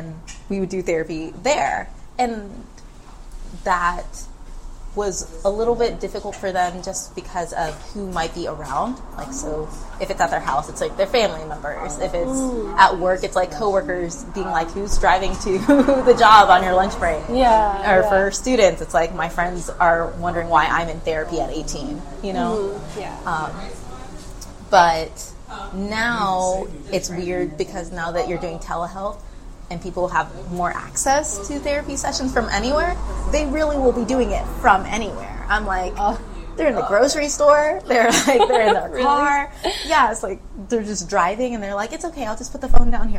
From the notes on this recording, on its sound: Recorded at Boomtown Coffee, Houston Heights.